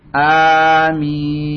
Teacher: yang ma'ruf yang kita sering dengar yaitu dengan memanjangkan hamzahnya dan mim